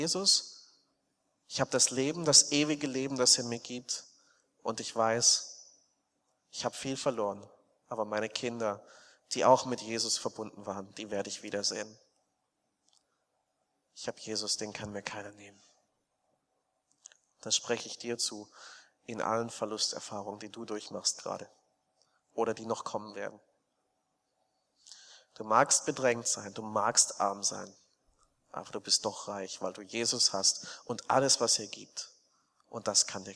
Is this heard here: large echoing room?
yes